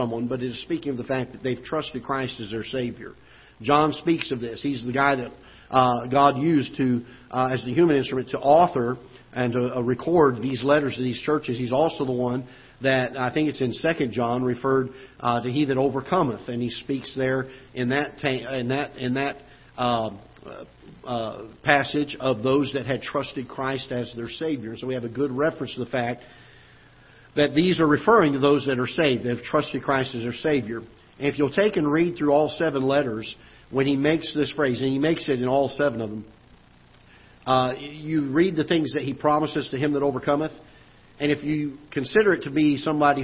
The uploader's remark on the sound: Ketha Heights Baptist Church ~ Live Broadcast.